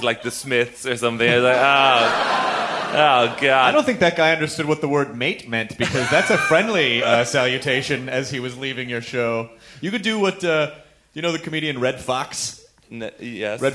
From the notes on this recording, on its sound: Special live show! We packed our ironic tshirts and trekked up to Seattle for the insanely fun Bumbershoot Festival!